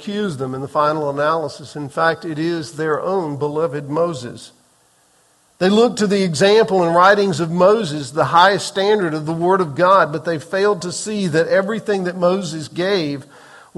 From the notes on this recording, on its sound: Recorded on April 30, 2023 in the 8:15 am Worship Service